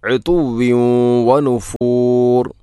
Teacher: ഉതുവിൻ, തൻവീനു ശേഷം വ എന്ന അക്ഷരം വന്നാൽ ഇദ്ഗാം നാഖിസാണ്. ഉതുവിൻ വനുഫൂർ എന്നാണ് പറയേണ്ടത്.